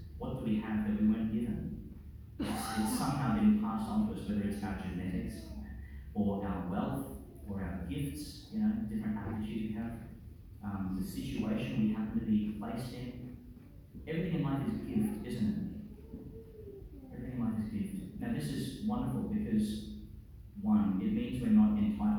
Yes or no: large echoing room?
yes